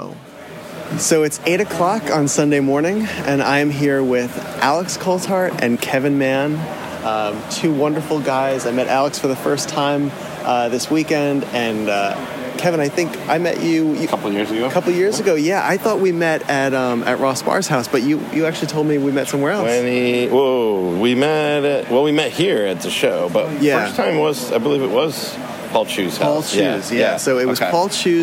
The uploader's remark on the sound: Live From The Toys For The Ages Expo